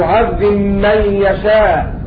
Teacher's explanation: أبو عمرو البصري يضغم الباء في الميم يعذب من يشاء بسورة البقرة من باب المتزالتين الصغير، لأن الحرف الأول ساكن والثاني متحرك، وهذا معنى قوله والباء في ميم يعذب من سقط، وقوله والحرف بالصفة إن يضغم سقط.